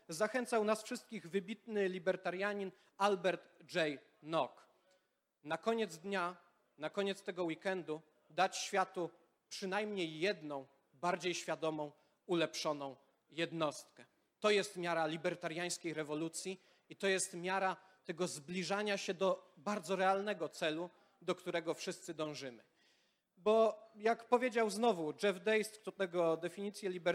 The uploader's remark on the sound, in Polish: Odcinek jest nagraniem wystąpienia podczas Weekendu Kapitalizmu 2021